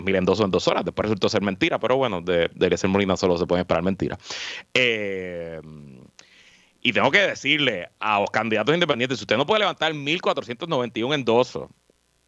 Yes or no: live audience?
no